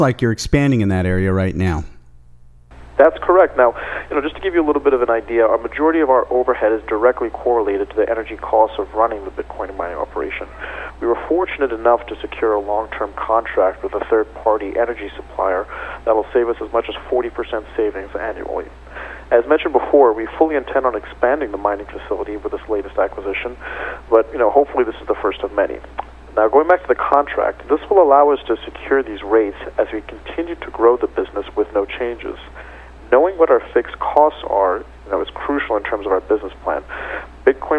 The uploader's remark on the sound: called in to SmallCapVoice